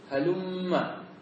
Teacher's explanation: بل يجب أن تدغم وتقول هلمة تدغم الميم في الميم · Term: الإدغام